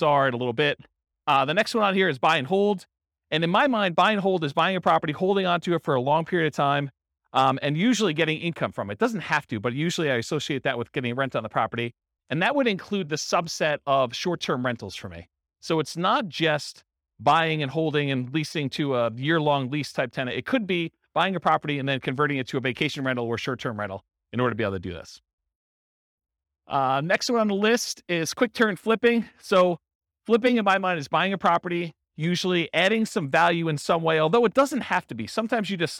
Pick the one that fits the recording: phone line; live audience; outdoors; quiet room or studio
live audience